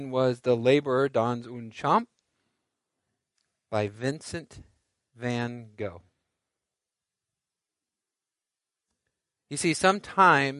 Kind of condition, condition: setting, large echoing room